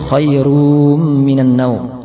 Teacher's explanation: As-salatu khairun minan naum. Atau memanjangkan ra sehingga menjadi khairum minan naum.